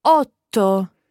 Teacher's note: saying the first part and almost stopping the breath coming out her mouth, and then letting it go for the second part · Term: double consonant sound